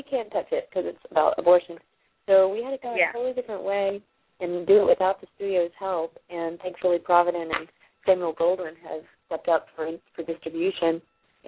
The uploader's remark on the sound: a live call in weekly radio show